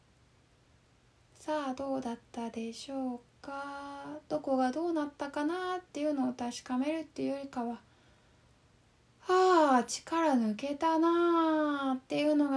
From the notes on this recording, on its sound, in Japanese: 4/29〜5/8 の22時におこなったインスタライブの録音です。